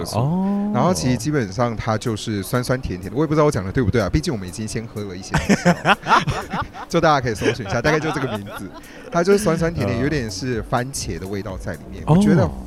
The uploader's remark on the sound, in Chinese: 實際上我們是坐在露天酒吧區錄音